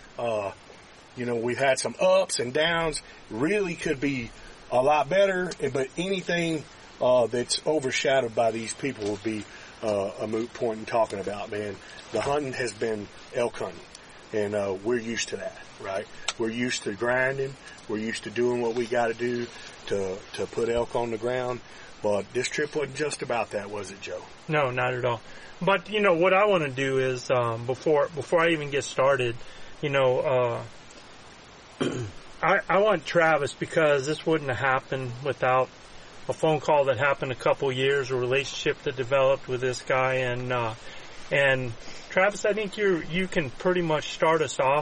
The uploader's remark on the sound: It’s a live podcast from elk hunting camp in Alberta Canada.